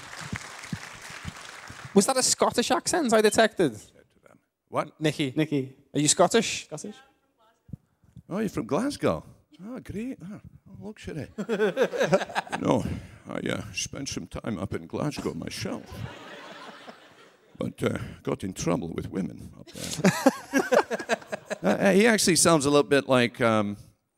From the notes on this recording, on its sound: Live at Manchester MCM. Recorded live onstage at MCM Manchester Comic Con!